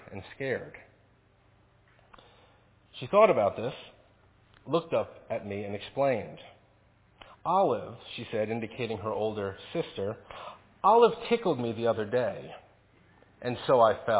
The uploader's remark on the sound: Faith Presbyterian Church – Evening Service